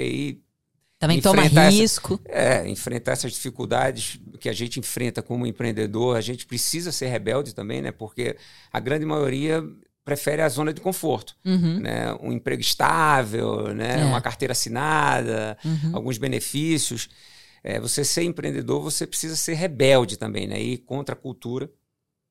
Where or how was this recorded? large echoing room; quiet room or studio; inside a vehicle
quiet room or studio